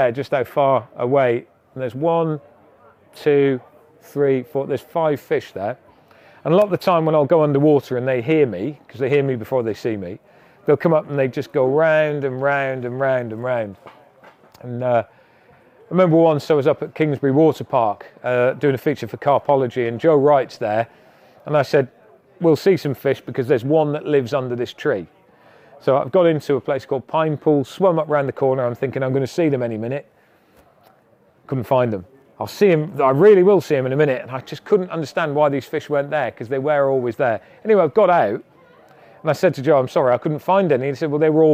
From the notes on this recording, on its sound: LIVE at The Outlaw Pro Carp Show. This month we are back at the recently held Outlaw Pro Carp Show to drop in on the packed program of live talks that took place over the weekend.